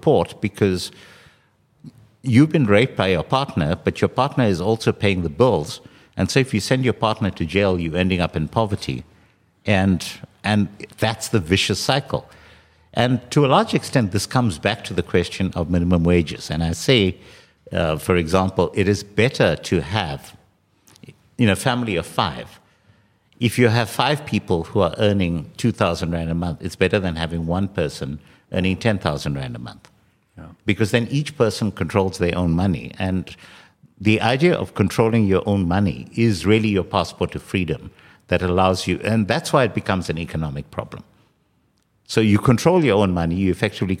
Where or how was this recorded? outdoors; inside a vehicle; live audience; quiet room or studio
live audience